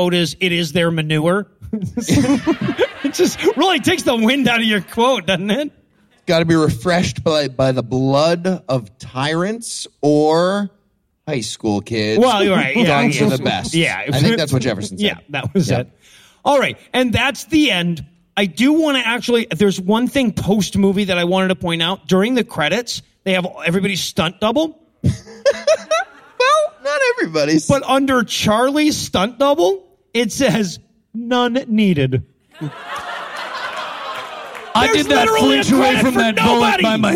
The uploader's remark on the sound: Live from Virginia Beach.